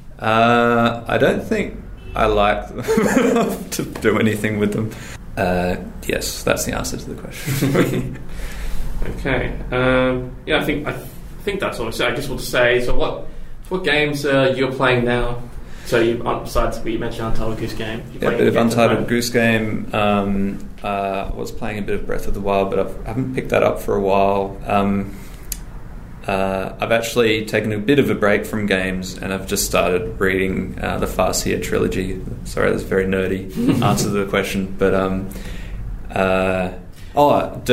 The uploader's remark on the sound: Recorded 5th October 2019 at High Score 2019